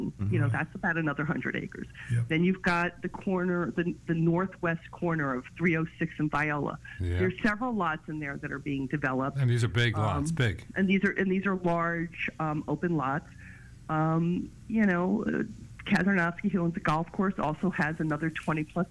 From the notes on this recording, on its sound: we appreciate all the phone calls from our listeners!